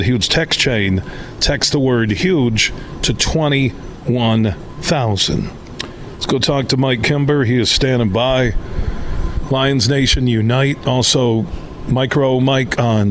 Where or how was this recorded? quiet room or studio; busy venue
busy venue